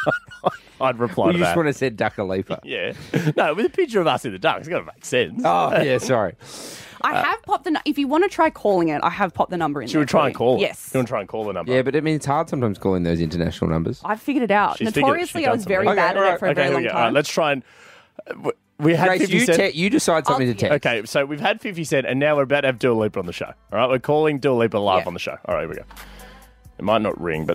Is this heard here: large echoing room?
no